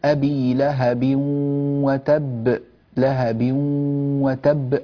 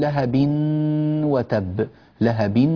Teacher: اسمع بارك الله فيك، لما أقول أبي لهب وتب، لهب وتب، هكذا أنا أدغمت نون التنوين في الواو، لهب بو من باء إلى واو مباشرة، ويوجد غنة من الأنف · Shown in: first take · لكن لا أقول لهب وتب، لهب هكذا النون ظاهرة، والنون ليست ظاهرة هنا.